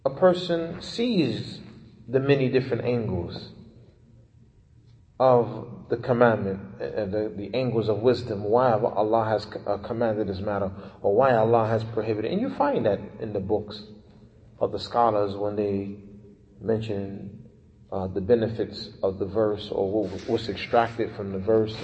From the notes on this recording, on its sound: Lecture given at Masjid Nur Allah, Queens, Ny